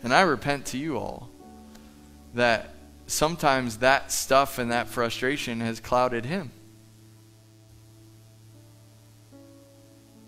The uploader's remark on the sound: Live from The Summit Church in Dover, OH